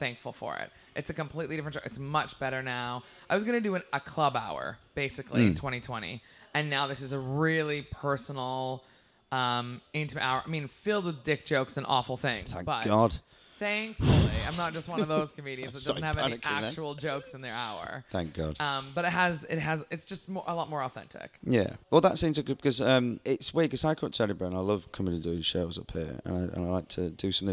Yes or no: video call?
no